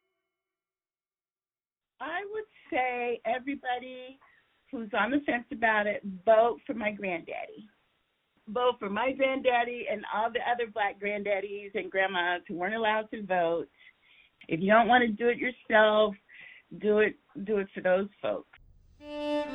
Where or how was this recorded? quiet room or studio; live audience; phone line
phone line